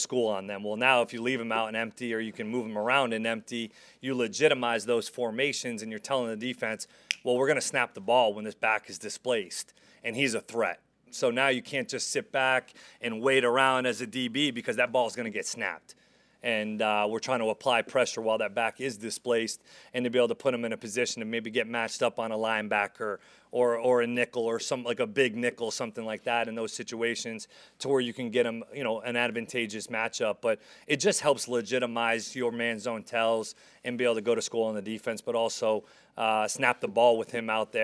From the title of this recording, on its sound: Press Conference